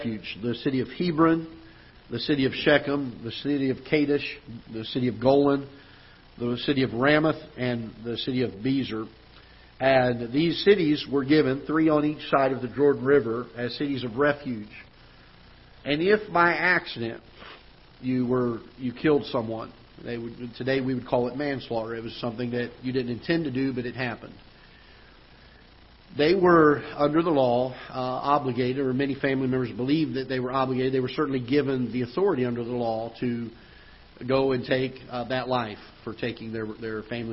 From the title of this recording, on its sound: Ketha Heights Baptist Church ~ Live Broadcast